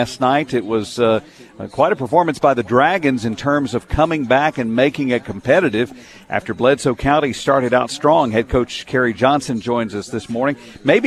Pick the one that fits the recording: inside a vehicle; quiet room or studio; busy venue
busy venue